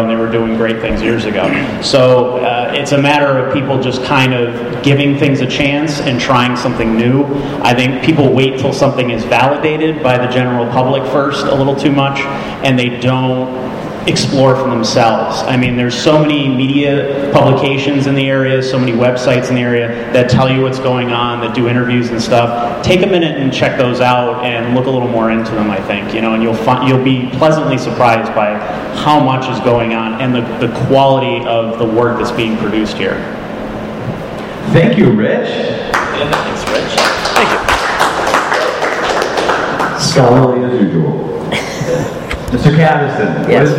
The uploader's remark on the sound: As part of the 2015 Electric City Music Conference, NEPA Scene presented a “State of the Scene” panel discussion in front of a live audience at the AfA Gallery in downtown Scranton.